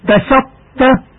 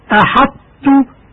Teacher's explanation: إدغام الطاء بالتاء مع بقاء صفة الإطباق